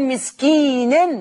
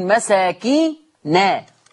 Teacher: مسكين، النون مكسوره ومنونه، اما ورش يقول مساكينا، النون مفتوحه